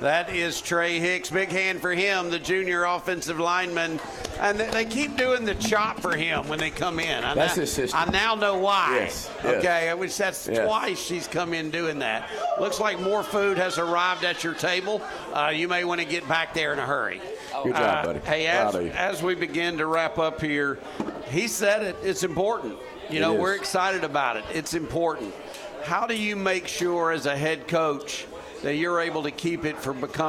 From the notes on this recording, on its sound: broadcasted from The Market at John Hall Store in Pike Road